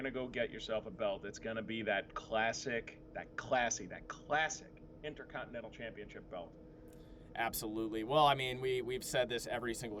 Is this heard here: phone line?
no